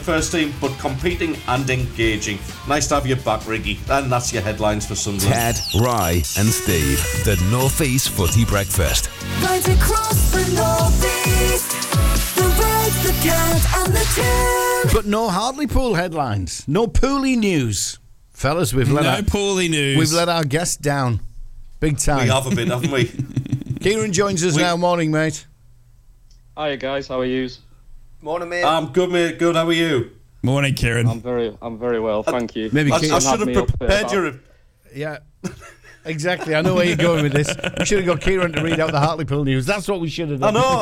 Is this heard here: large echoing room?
no